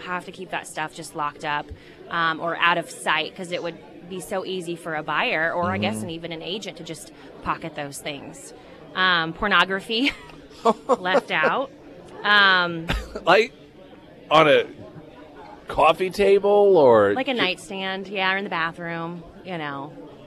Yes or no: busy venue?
yes